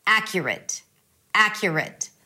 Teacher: Round your lips for the R, and then there is a schwa and a T. Whether you hold it or whether you release it, it doesn't matter right now. · As in cat, ah, that's the primary stress.